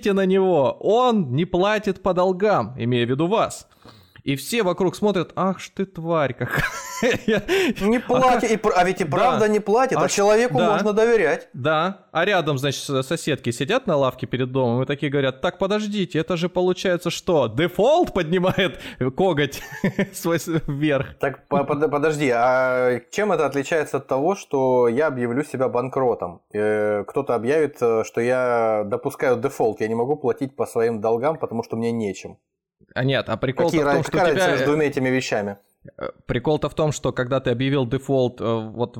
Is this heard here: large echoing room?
no